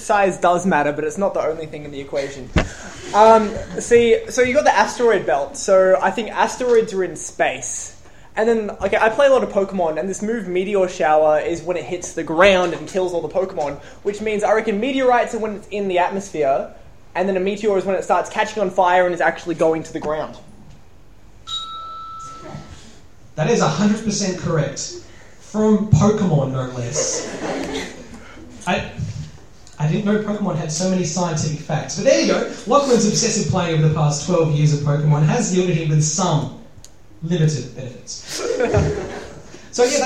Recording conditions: live audience